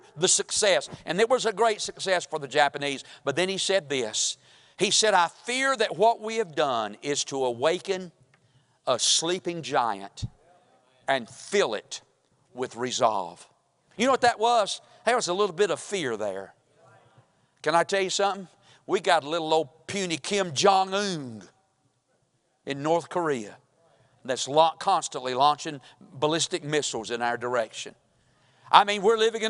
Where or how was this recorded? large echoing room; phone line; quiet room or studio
large echoing room